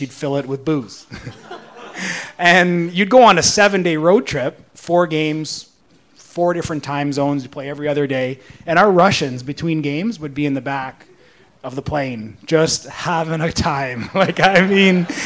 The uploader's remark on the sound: PuckTalks Live Panel. At the PuckTalks Live event on March 29.